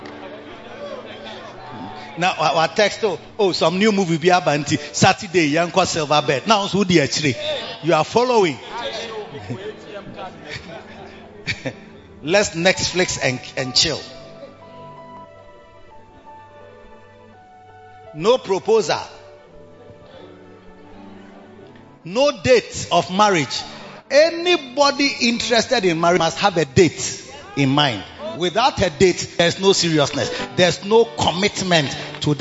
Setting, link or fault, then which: setting, large echoing room